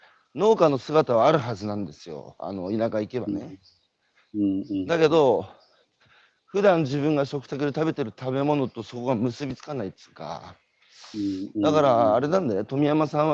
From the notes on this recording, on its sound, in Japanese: 歩きながら1時間、対談する。